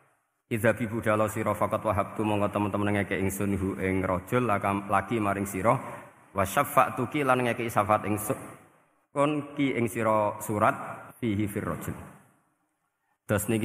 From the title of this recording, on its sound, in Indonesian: Darusan Umum Pengajian Pitulasan Masjid Al-Aqsa Menara Kudus, 18 Mei 2020